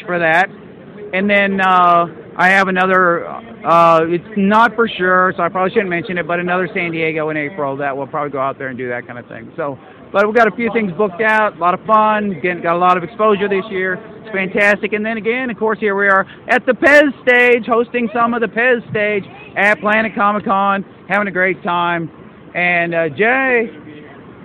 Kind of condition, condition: setting, busy venue